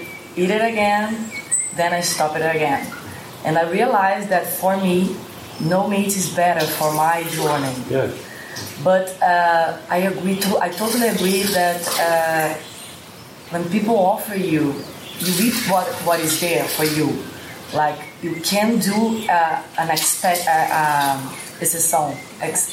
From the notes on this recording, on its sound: This session was recorded during a weekend retreat at the Sitio Gloria retreat center outside of Sāo Paulo, Brazil, in the morning of December 1, 2019.